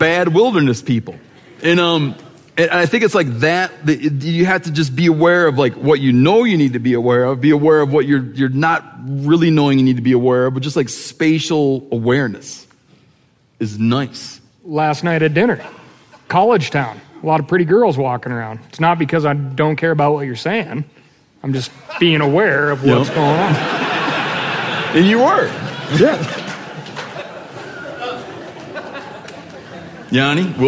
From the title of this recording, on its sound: Live from Bozeman